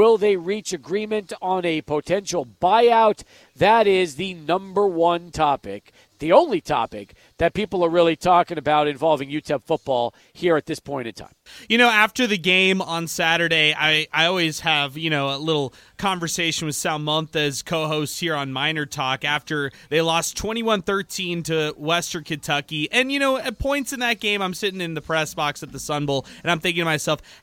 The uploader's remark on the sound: Live at Border City Alehouse